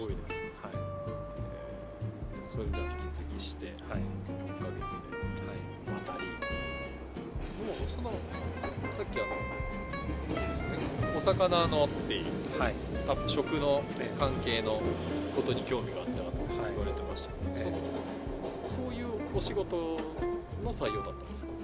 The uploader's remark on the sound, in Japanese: まちなかの川べりで収録しているので、虫の声や路面電車の音などが入っております。